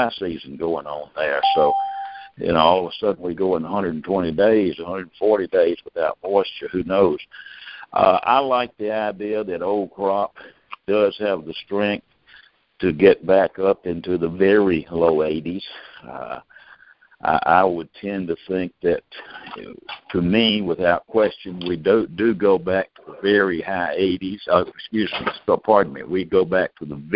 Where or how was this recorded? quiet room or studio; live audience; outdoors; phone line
phone line